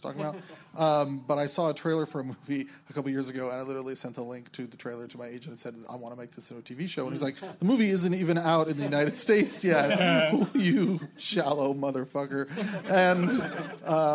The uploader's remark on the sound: Two rounds in this live episode because not everyone could fit on the stage at once! Recorded live at LA Podfest.